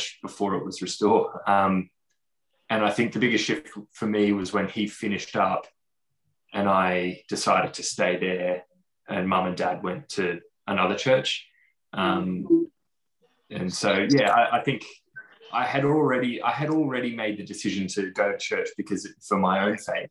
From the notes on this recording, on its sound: Recorded during our All In Zoom on August 8th, 2021